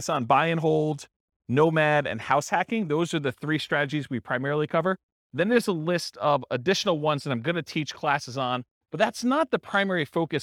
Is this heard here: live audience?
yes